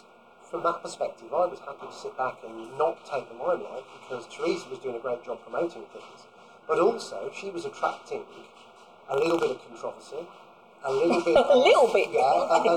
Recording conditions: busy venue